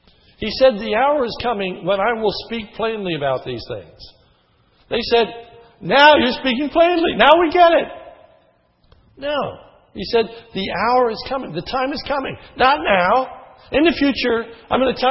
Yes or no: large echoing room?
yes